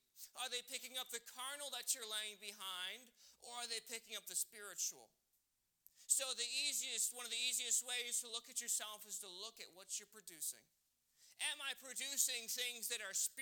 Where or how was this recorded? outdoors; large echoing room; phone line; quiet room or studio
large echoing room